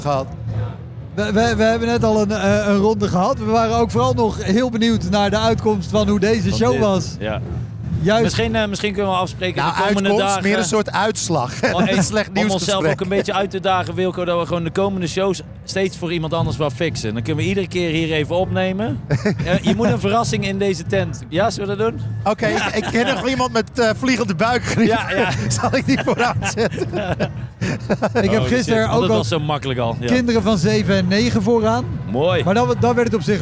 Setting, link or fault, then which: setting, busy venue